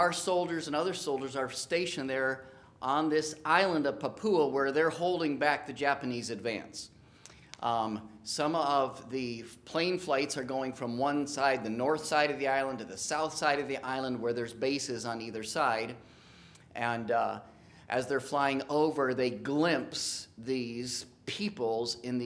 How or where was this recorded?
large echoing room